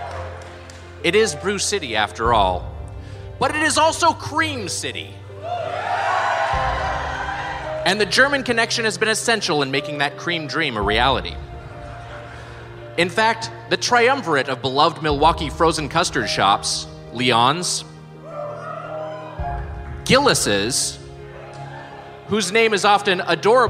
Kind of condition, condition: setting, live audience